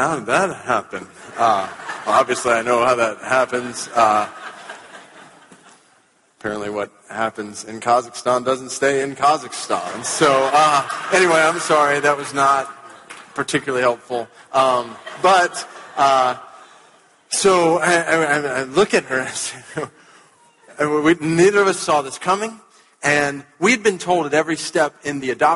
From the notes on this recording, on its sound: At our Evangelicals for Life Conference